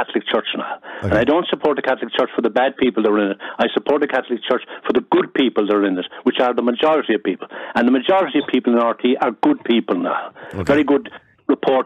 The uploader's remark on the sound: The phone lines are open, and callers share their thoughts and opinions on the matter.